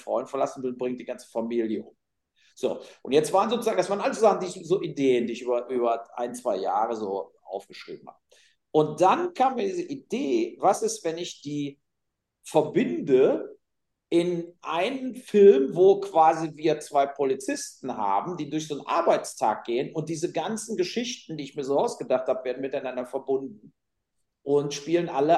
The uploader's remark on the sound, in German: uns auch die Audio ist, da es ein Zoom Interview war, nicht perfekt